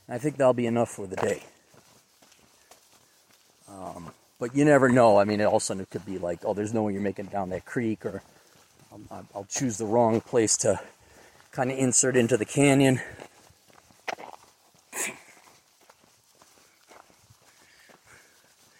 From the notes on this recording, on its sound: a short podcast while hiking